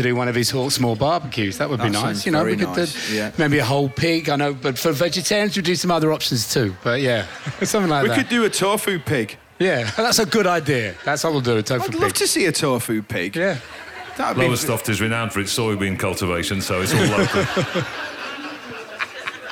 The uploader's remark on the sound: Live at Latitude ’22. A packed-out Listening Post tent at Suffolk’s Latitude Festival.